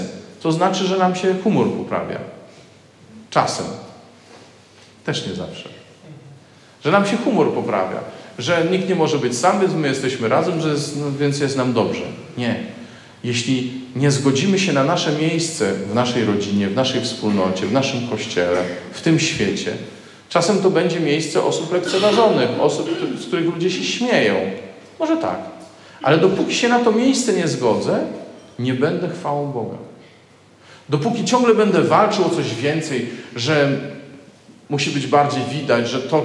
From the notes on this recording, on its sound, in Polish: nagranej podczas spotkania Koinonii w Malborku